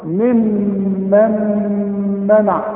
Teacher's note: الميم الأولى مكسورة، الميم الثانية عليها الشدة، شدة وفتحة، إذا تغنى لأنها اثنين ميم. وبعدين عندي غنة بتاعت النون الساكنة اللي بعدها ميم كمان لأنها إدغام، النون بتخش في الميم دي